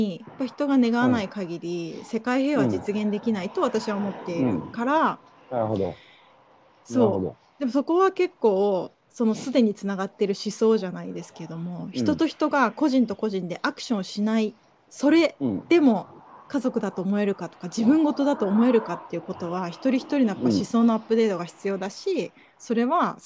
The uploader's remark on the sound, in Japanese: 歩きながら1時間、対談する